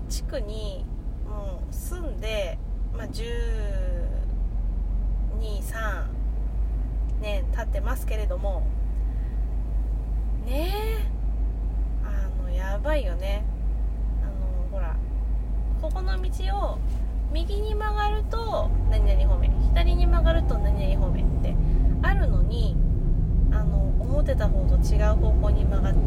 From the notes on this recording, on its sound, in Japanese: 運転中に収録しているので雑音多目。